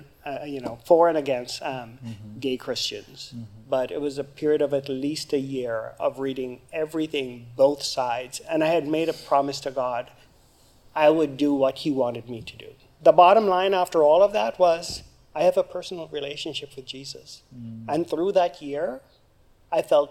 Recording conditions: large echoing room